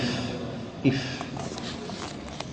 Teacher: المخرج الأول مخرج الفاء، وهي تخرج من بطن الشفة السفلى، الشفة السفلى عندها بطن وعندها ظاهر، من بطنها من جهة الداخل مع الثنايا العليا، فإذا ألصقت بطن الشفة السفلى مع الثنايا العليا خرجت الفاء